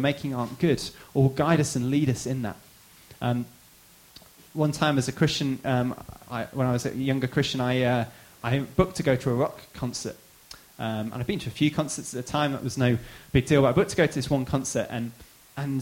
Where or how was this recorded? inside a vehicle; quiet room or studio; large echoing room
large echoing room